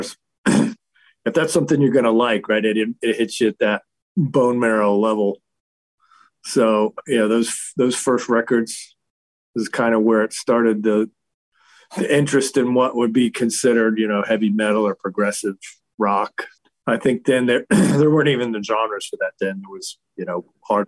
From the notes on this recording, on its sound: Via Zoom from his office in California.